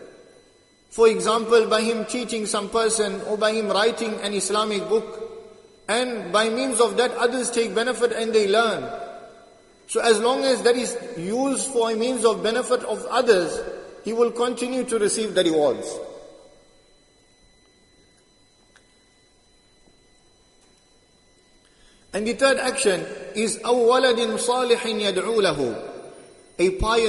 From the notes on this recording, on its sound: Jumuah lecture at Masjid ut Taqwa 13 Jan 2023